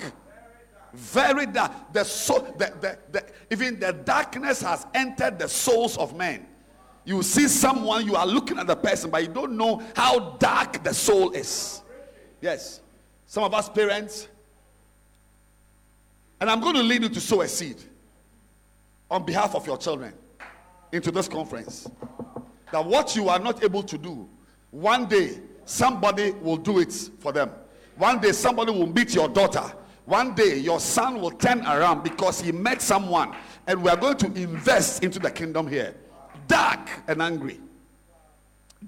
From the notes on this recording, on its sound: Preached At The Art Of Evangelism Conference